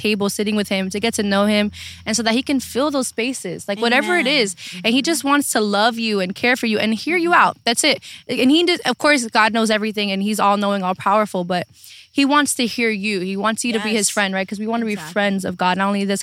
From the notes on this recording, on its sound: sit outside in their makeshift table